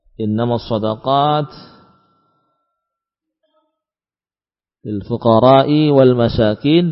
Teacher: dengan tidak memanjangkan mad pada huruf ra lil fuqara, ya. Yang dalam kaidah tajwid, ya, disebutkan bahwa panjang mad ini, ya, tawassutan au isba'an, 4 atau 6 harakat. · Term: qasr 2 harakat